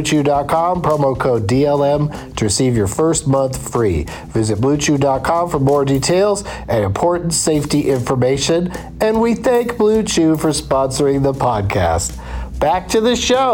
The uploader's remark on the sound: From a rental car driving from Knoxville to Nashville